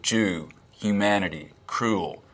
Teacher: the vowel in words like goose, Jew, Jew, humanity, humanity, cruel, we will be cruel to the Germans, is fronter in the mouth · Term: goose fronting